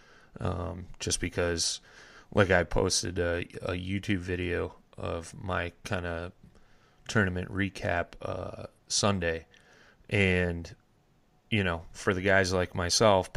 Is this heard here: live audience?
no